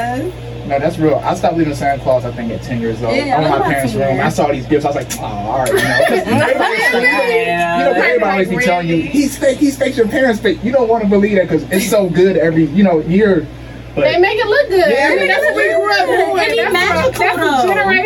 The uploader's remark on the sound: Our microphones had technical difficulties